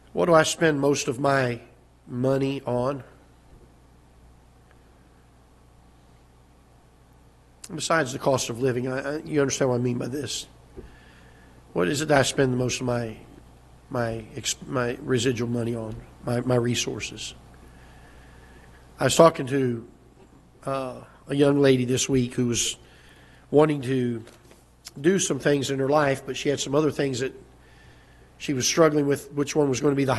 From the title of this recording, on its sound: Ketha Heights Baptist Church ~ Live Broadcast